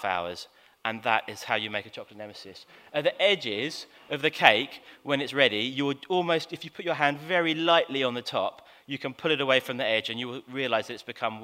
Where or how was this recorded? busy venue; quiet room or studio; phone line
busy venue